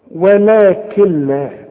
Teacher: كل نون بعدها لام ما تنطقهاش عند الوصل، اشبك الكاف مع اللام. شوف ولكن لا، وكأن النون غير موجودة. · Term: ادغام كامل بدون غنة